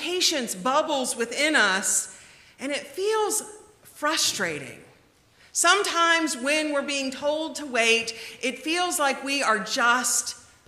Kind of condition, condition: setting, large echoing room